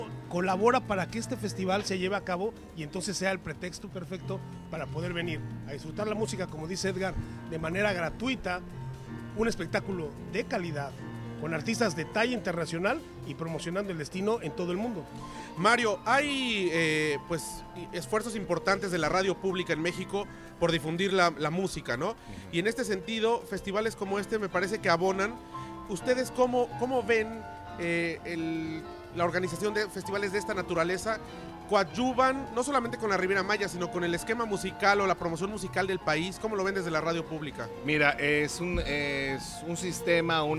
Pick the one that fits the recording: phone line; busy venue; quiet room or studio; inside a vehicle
busy venue